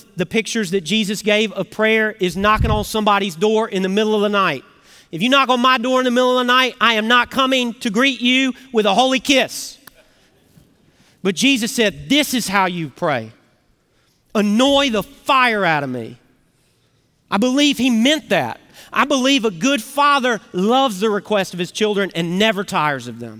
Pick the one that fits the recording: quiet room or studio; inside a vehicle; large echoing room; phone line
large echoing room